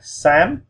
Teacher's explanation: Sam, now that is a rising tone, okay? Sam. We just go up.